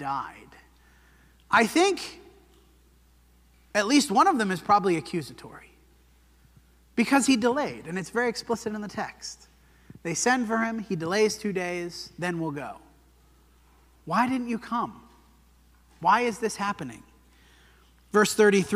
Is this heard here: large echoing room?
yes